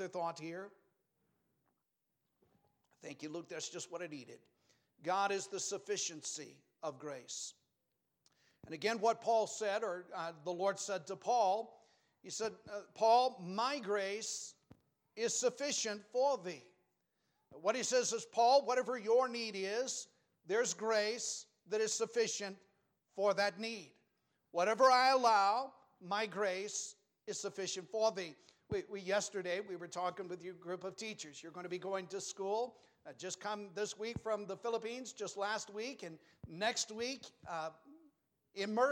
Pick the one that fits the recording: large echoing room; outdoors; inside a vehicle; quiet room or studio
large echoing room